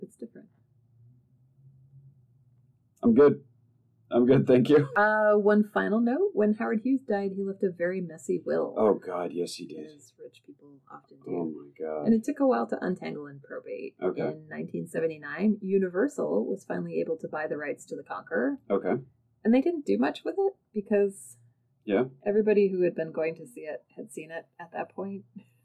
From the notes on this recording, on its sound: The audio in this episode is really, really bad. Tried recording in a new location and it backfired horribly! The discussion and story are (hopefully) good, but the audio is not.